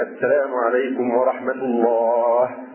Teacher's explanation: أيضا يسن أن يقف على آخر كل تسليمة، فإذا وقف طبعا سيسكن الهاء من لفظ الجلال، فيقول مثلا السلام عليكم ورحمة الله، فيسكن الهاء، وأحيانا يحصل تقصير في النطق بالهاء الساكنة فتصير الكلمة كأنها الله الله بدون الله، فلا بد الإنسان يحقق الهاء فيقول السلام عليكم ورحمة الله.